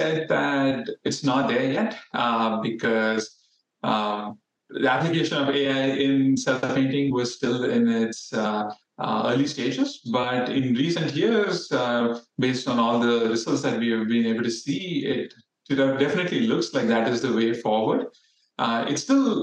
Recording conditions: video call